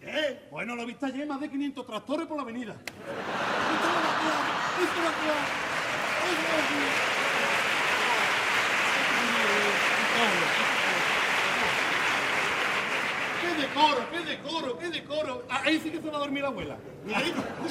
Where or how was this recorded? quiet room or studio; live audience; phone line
live audience